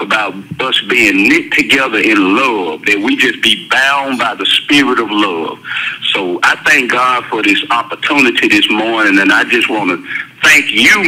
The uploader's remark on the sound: will be with us, via cell phone, in this podcast